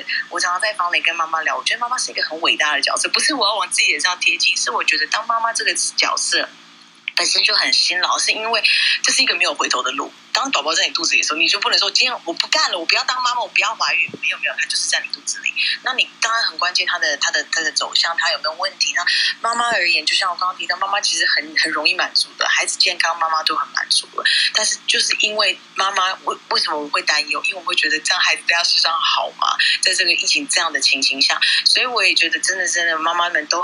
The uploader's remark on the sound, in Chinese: 本節目於Clubhouse中分享後錄製而成，有音頻上面的問題請見諒